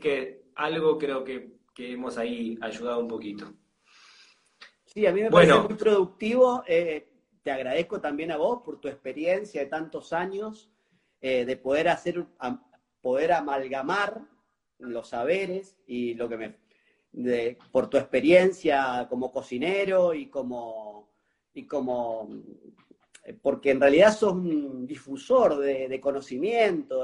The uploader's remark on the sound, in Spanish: Audio de la charla en VIVO por Instagram